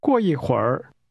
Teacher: 会儿。过。过一会儿。 The tones fall, fall, and then fall and rise.